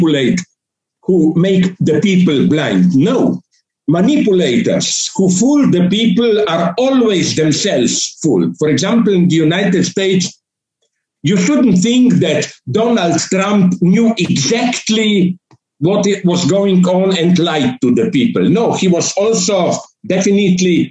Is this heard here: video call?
yes